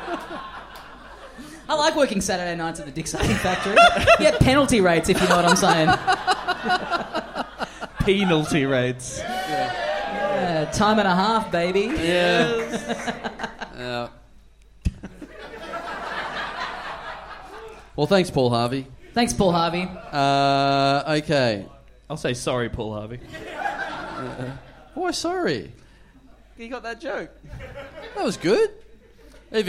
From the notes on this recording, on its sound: We're LIVE from Melbourne